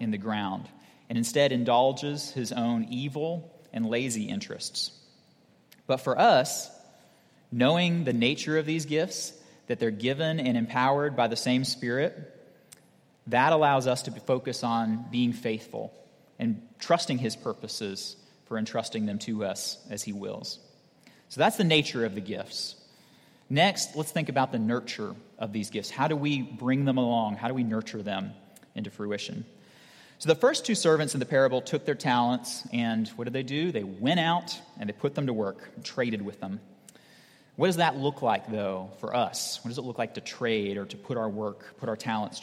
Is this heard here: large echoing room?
yes